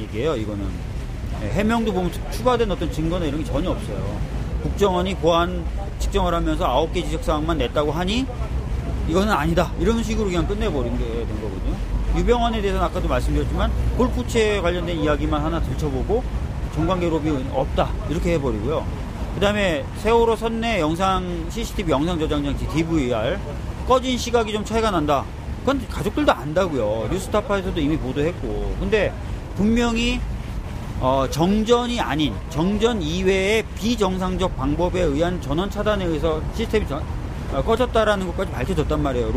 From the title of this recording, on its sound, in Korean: 광화문 농성장에서 듣다